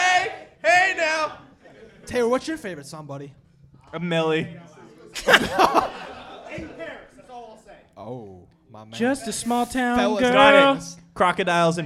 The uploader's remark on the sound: The Plunge Live Show. Recorded live in front of a sold out crowd (no like actually) at Curlies Comedy Club as the finale to PodcastNH's Pod-Tober event. Bring their antics to an energetic crowd.